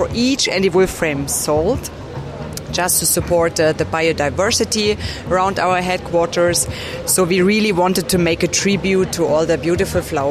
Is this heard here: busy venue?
yes